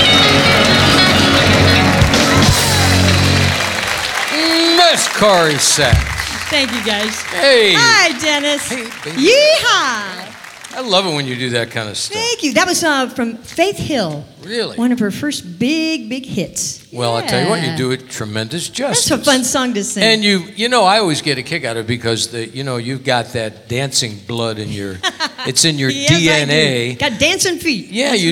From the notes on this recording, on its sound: Live at the SouthPoint Casino